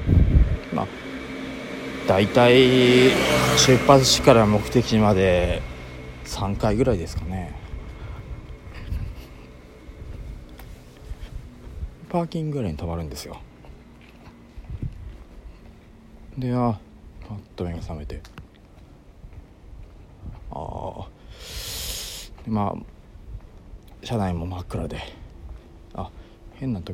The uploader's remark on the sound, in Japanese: ベロッベロに酔っぱらってる帰り道にふと録った音声なんでクオリティはお察しですが